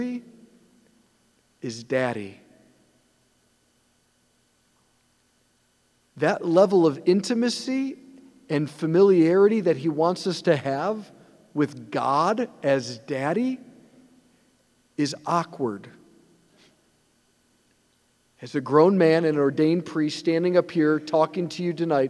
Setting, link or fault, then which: setting, large echoing room